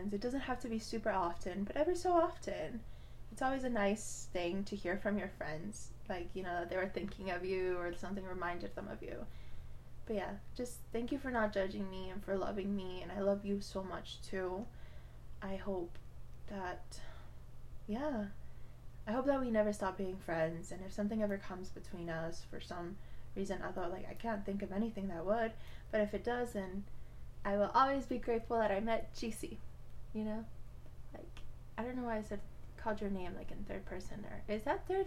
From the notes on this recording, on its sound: Sorry I sound far